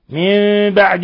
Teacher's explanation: قلبنا النون الساكنة عند الباء ميما مخفى · Term: إقلاب